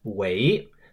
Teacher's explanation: in the second tone, remember, which is the rising tone